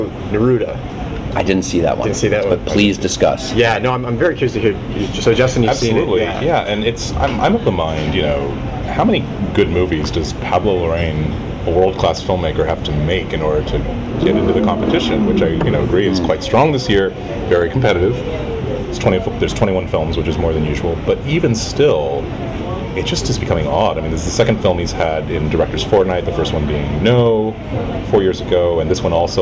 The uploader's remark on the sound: Live from Cannes 2016